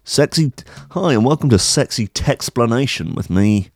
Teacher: this sort of like vocal fry, kind of low, sexy voice